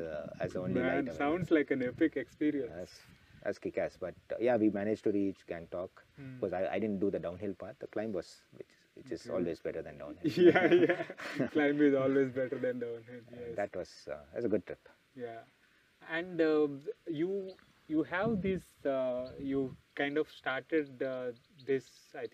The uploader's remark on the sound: We recorded this episode on the banks of river Badra in Kalasa when we went on a bike trip a couple of weeks ago.